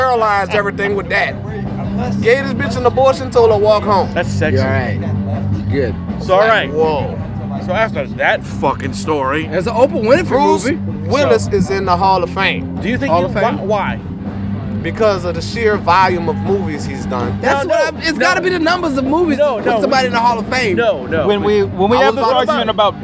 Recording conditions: busy venue